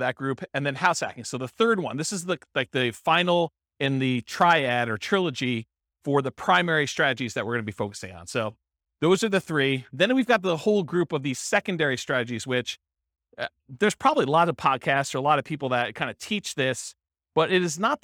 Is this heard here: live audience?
yes